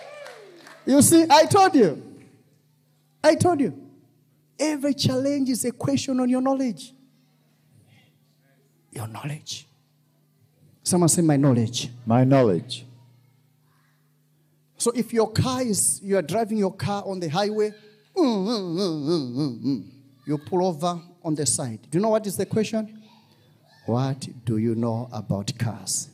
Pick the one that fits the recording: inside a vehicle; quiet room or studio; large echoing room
large echoing room